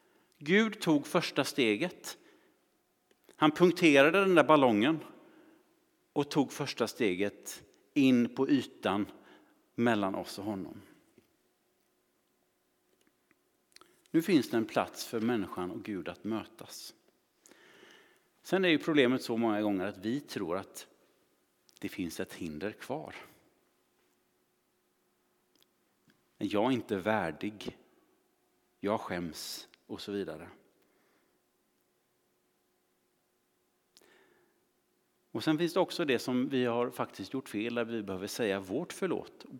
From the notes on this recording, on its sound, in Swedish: Inspelning från Immanuelskyrkan Skövde.